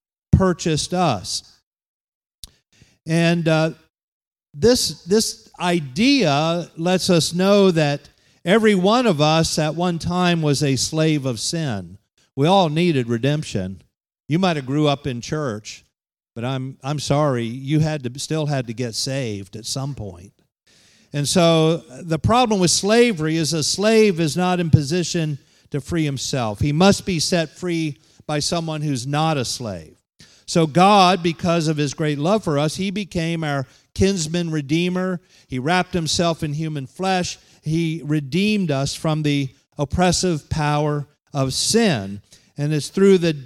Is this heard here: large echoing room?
yes